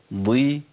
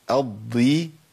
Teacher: ان الضاد المكسوره لسه فيها تفخيم عالي شويه عن حروف زي القاف والغين والخاء